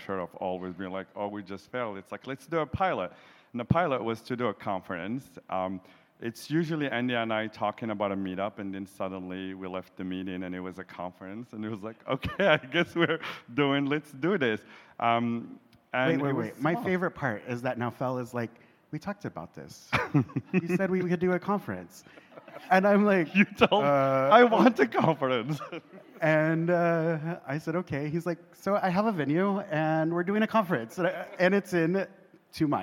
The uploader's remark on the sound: In front of a LIVE audience during the closing remarks of the QueerTech Qonference held in Montreal, Canada.